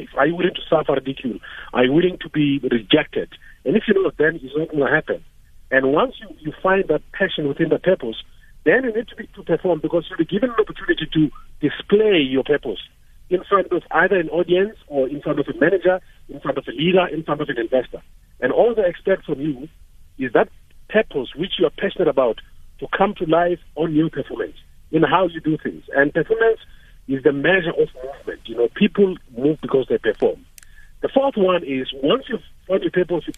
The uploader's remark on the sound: Guest (phone)